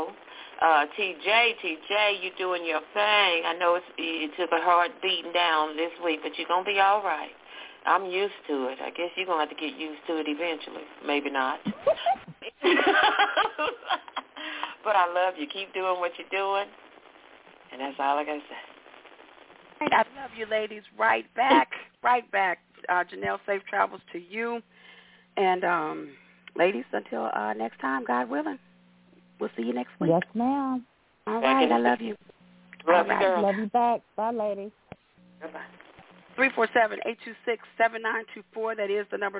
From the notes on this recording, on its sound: your phone calls